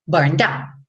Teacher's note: Burned down. D-D. Burn down. Só vou nesse D uma vez.